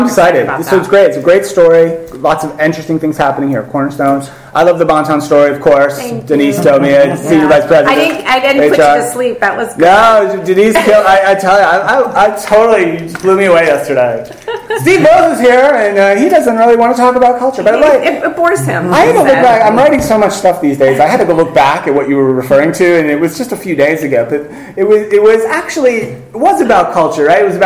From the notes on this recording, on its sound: LIVE from Cornerstone Convergence 2015. Live at the Cornerstone Convergence 2015 Conference in Los Angeles.